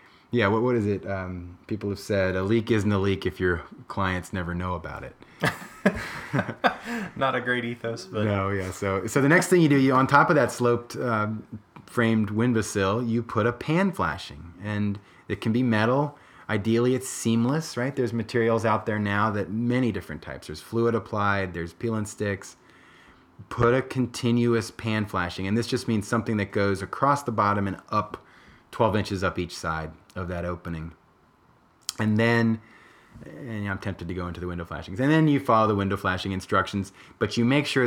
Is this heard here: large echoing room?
no